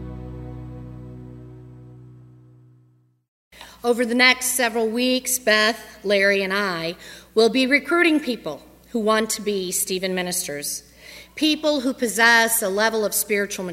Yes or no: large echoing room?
yes